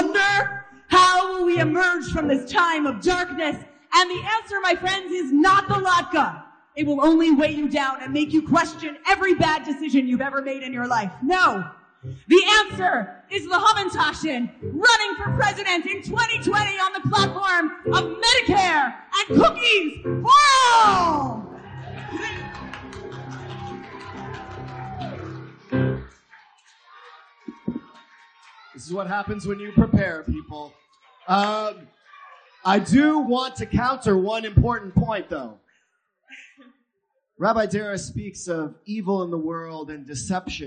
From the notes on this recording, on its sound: first heard on December 7, 2018 at Isaiah's Hanukkah Shabbat service